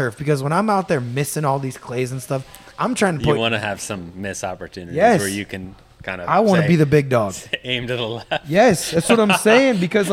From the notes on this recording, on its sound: This week we are live from Honey Brake Lodge in Jonesville, Louisiana in the midst of a big time duck camp.